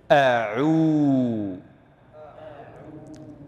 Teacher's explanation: يستمر ضم الشفتين إلى أن ينتهي زمن الواو المادية